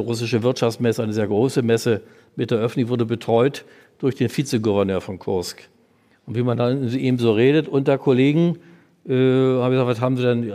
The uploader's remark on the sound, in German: Aufgezeichnet wurde diese Folge nicht im Studio, sondern live auf dem Podcastfestival von ZEIT ONLINE im Berliner Radialsystem